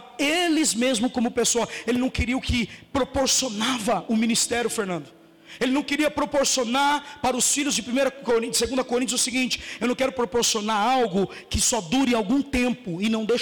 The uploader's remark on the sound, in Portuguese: Mensagem gravada no dia 04 de Março de 2018 na Comunidade Vivendo em Amor - Sede